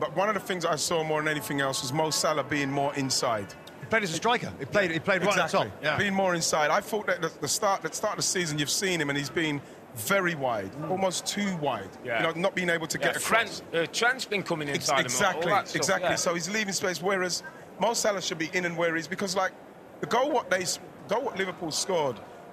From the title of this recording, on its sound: Live From Philadelphia Fan Fest